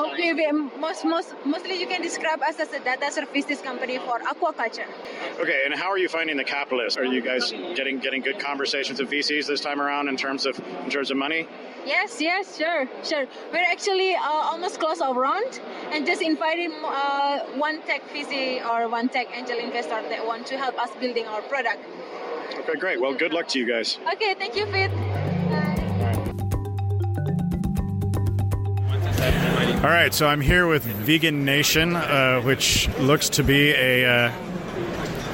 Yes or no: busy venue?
yes